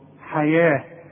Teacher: حياة هي مكتوبة بالواو، تكتب في المصحف بالواو، لما أجي أقول لك اكتب الحياة هتكتبها ي وألف الحياة، إنما كتابة المصحف خلاف الكتابة العادية، مكتوبة بالواو لكن انطقها بالألف، ولذلك رسم لك ألف فوق الواو. حياة التاء المربوطة بتتحول إلى ه عند الوقف